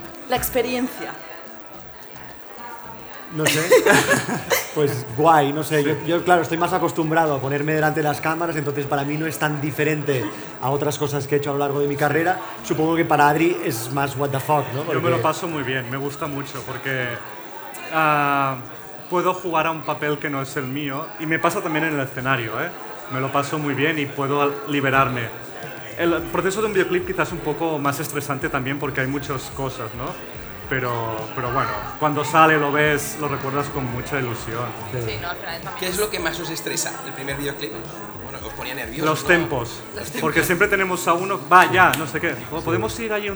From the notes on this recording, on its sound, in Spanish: Acompañanos a batir el Record Guiness Mundial del Podcast de la mano del Teatro Victoria de Barcelona. Un episodio donde planeamos en vivo.